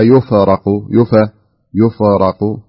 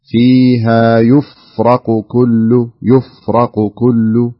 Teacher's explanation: لا تقلقل الفاء وهي ساكنة · Shown in: second take · يعني ما وليست من حروف القلقلة، فلا تقولي فيها يفرق يفرق لا امسكي الفاء، فيها يفرق كل لو نسمعها فيها يفرق كل أمر حكيم.